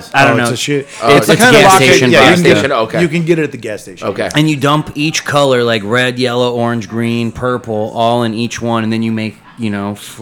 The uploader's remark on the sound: Recorded at Bookhouse Brewing.